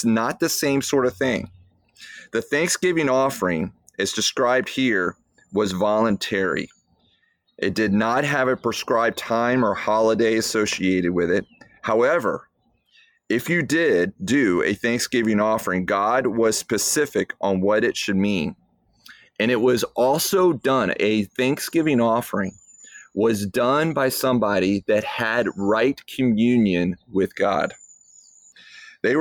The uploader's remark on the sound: I don't know if you can hear the bird, uh, back here in the background, but I am outside on my back porch.